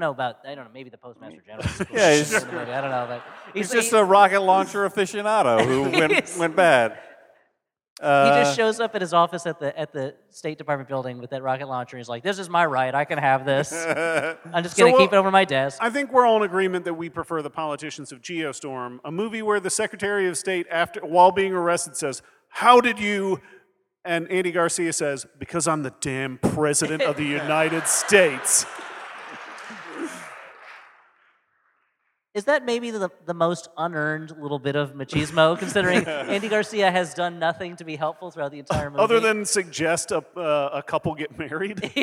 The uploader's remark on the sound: Geostorm LIVE. We bring you this second live episode, straight from the Historic Sixth & I Synagogue in Washington, D.C.